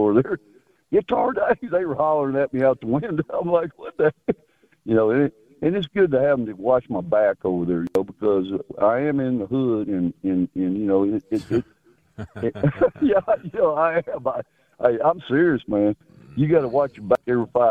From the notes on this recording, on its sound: Live from the Blind